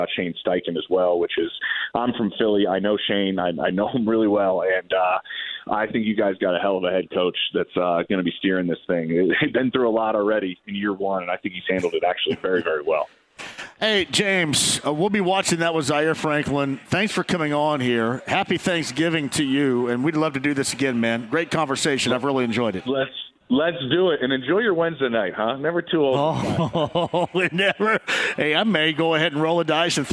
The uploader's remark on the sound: Kicks off the show LIVE from Brothers in Broad Ripple. Opens the phone lines up and takes some calls from listeners!